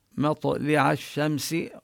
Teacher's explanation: اللام بالشمس لا تلفظ إنما تدغم بالشين لذلك شددوا الشين. مطلع الشمس وهنا الميم حكمها الإظهار لم يأتي بعدها لا ميم ولا باء.